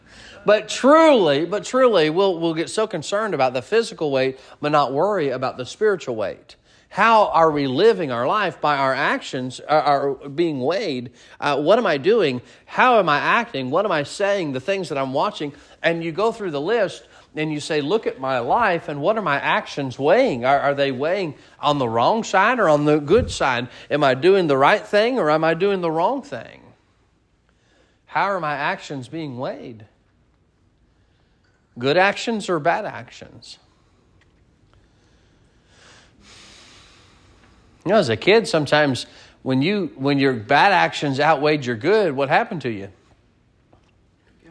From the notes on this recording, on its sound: Sermon preached at Mid County Baptist Church.